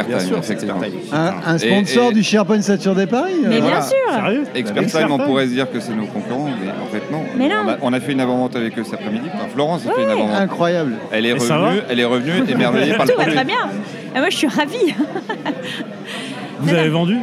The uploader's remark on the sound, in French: enregistré au Renoma Café (avenue George V)